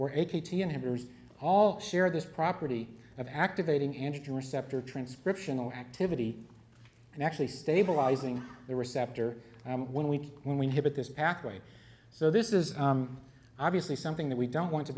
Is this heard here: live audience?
yes